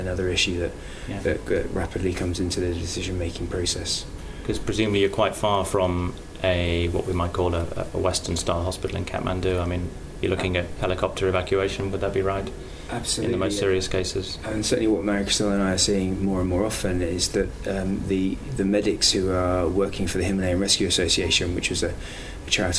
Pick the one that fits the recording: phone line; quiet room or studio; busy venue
busy venue